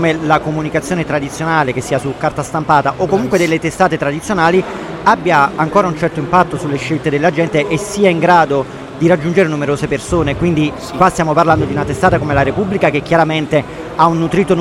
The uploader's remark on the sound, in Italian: Registrata live dalla Città della Pizza di Roma. Samson Q2U. Microfono ospiti: Maranz MPM-1000. Registratore portatile: Zoom H1n. Mixer: Zoom Podtrack P4.